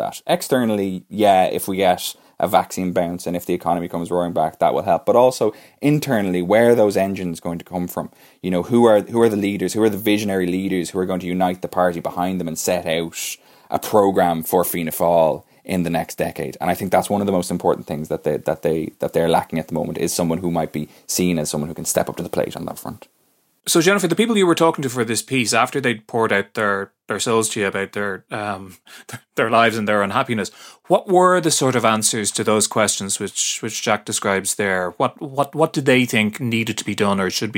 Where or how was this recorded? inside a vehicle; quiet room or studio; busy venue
quiet room or studio